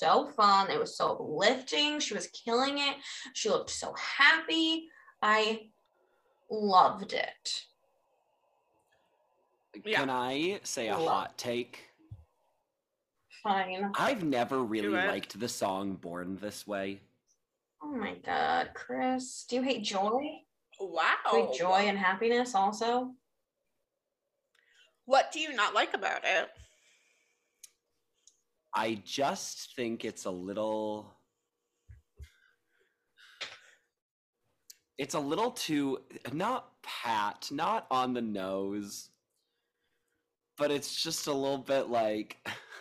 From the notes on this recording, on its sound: Horrific audio quality.